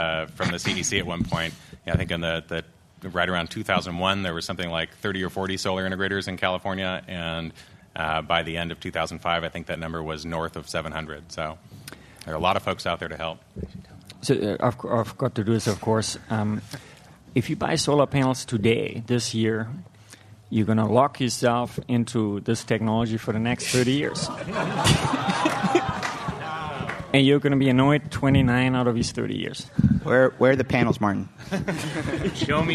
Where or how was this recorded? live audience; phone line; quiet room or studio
live audience